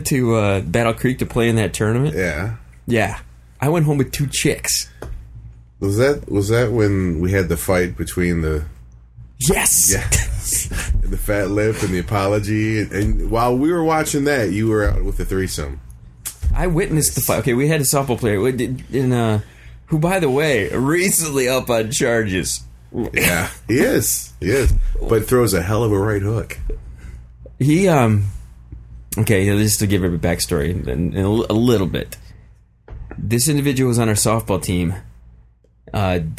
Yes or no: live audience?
no